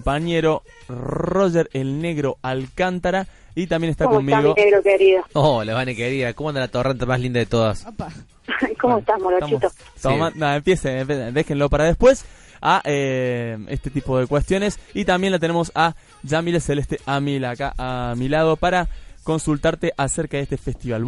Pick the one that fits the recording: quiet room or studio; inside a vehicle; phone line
phone line